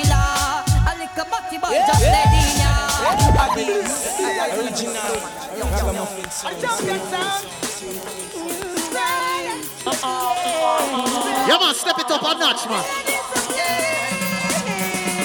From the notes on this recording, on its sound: LIVE IN ORLANDO